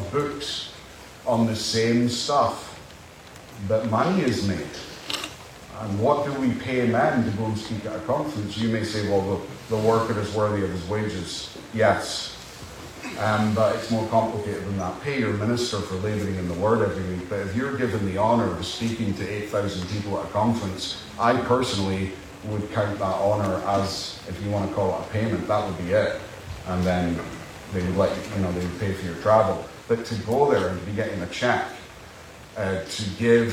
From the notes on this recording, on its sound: Apologies for the poor audio